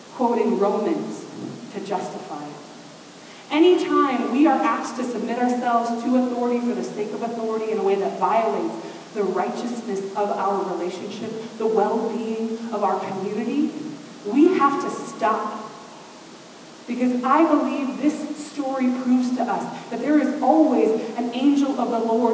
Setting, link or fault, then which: fault, poor sound quality